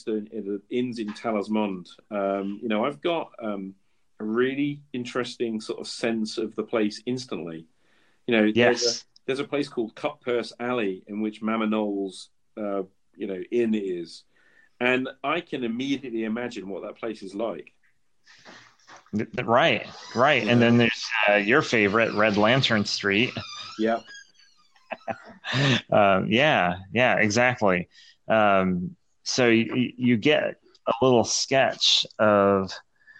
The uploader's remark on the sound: We had a two-hour chat using Anchor and, unfortunately, the recording was a patchy, and b cut off too early, mid-sentence.